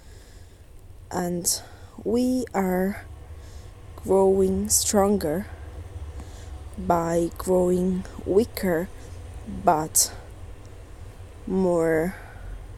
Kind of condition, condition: fault, background noise